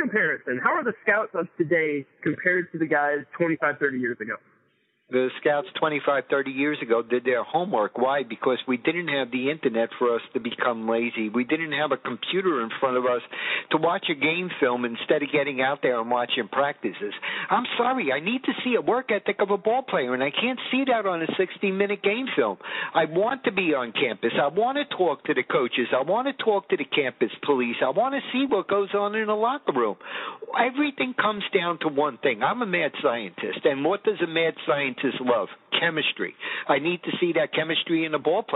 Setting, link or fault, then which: link, phone line